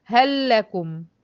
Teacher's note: هل لكم، اهي اللام هتلاقيها عارية، واللام التانية بتاعت لكم هتلاقيها مشددة لان اللام بتاعت هل اللي هي لام الحرف ادغمت في اللام اللي بعدها